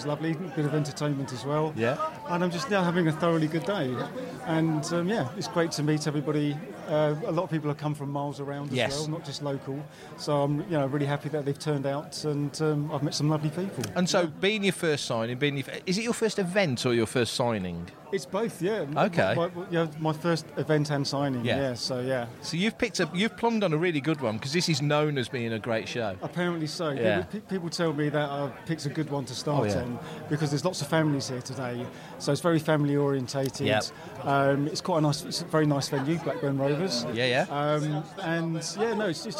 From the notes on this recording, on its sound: It's a LIVE one. Walk the halls of Star Wars Fan Fun Day 2023 at Ewood Park in Blackburn, taking in the sights and sounds.